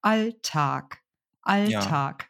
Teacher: Wobei du das Tag nicht ganz so lang ziehen musst, weil die Silbe nicht akzentuiert ist.